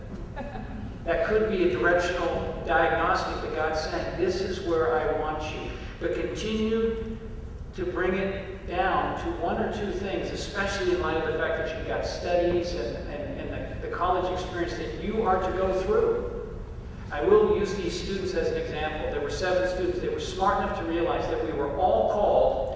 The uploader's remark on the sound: answer questions from the audience